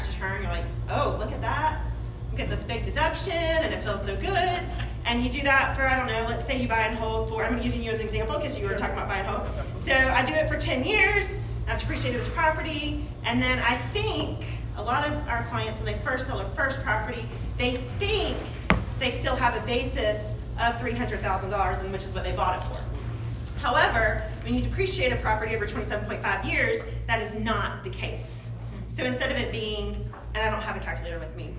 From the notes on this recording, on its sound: This episode is a recording from the Chapin Real Estate investment association.